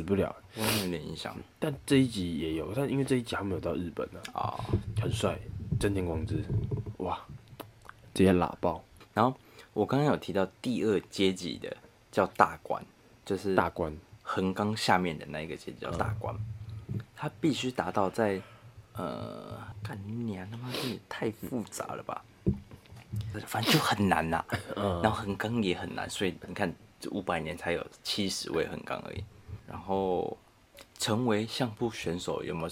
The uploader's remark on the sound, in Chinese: 這集不知道哪個低能一直去摸 Mic==